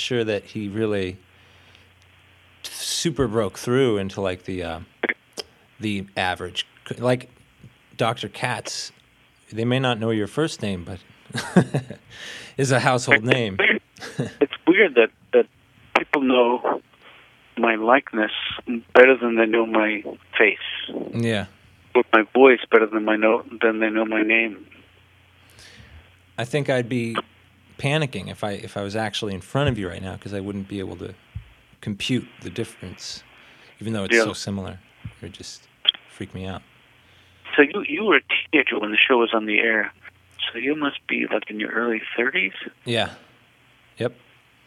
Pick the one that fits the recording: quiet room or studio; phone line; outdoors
phone line